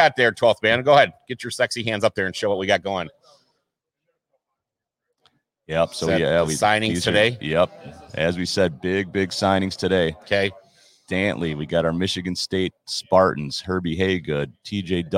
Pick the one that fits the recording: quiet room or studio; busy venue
busy venue